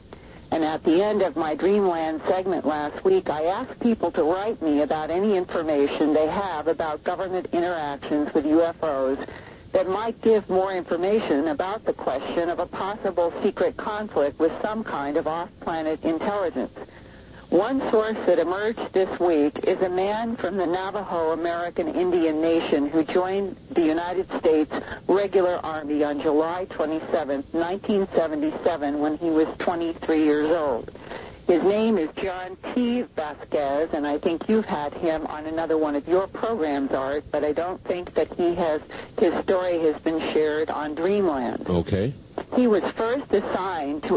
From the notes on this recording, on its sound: holds her tape recorder to the phone